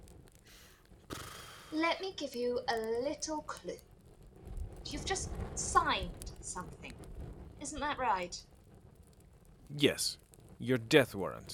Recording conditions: poor sound quality